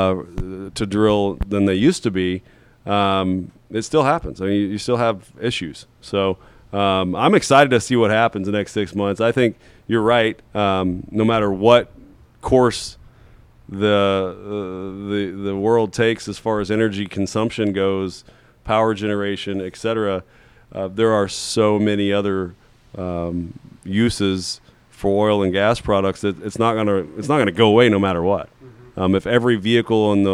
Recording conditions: busy venue